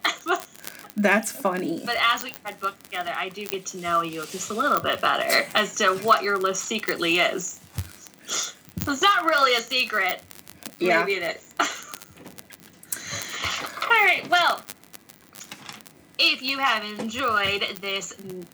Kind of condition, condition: fault, background noise